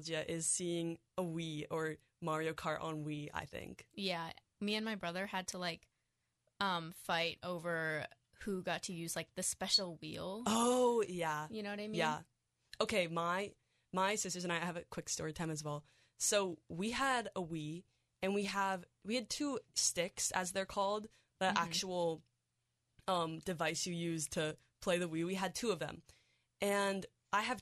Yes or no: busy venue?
no